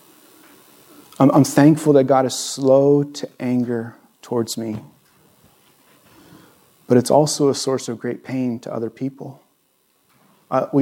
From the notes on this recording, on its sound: This was recorded on May 29, 2022 at Bethel church in Ridgefield, Wa.